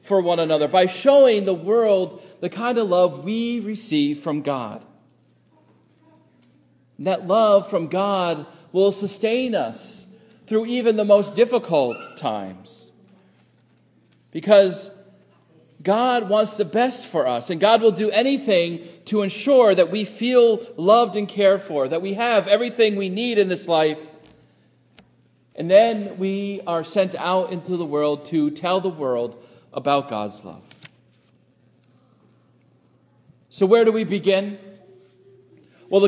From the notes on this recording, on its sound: Sermon preached at Faith Lutheran Church Gardner, MA